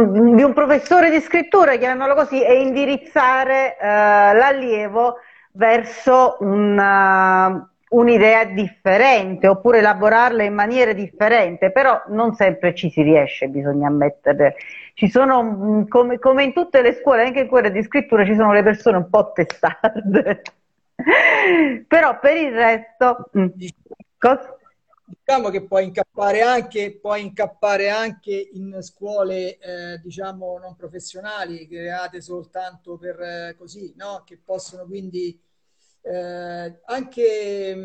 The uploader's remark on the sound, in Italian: Questo episodio è stato registrato in diretta su Instagram